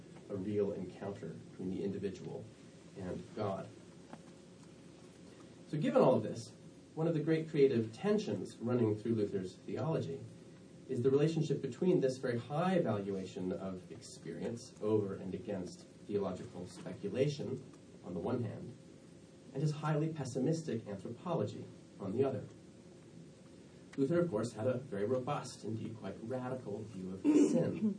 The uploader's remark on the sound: Delivered at the 2017 American Academy of Religion conference (AARSBL) in Boston, MA